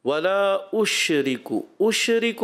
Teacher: اور ولا اشریکو، اشریکو میں شین میں کلکلا نہیں کرنا، شین میں تفشی ہے، منہ میں آواز پھیلتی ہے، مگر آپ نے کلکلا نہیں کرنا، اس سے آپ نے بچنا ہے.